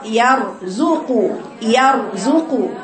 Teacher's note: خدي الياء رقيقه والراء مفخمه والزال رقيقه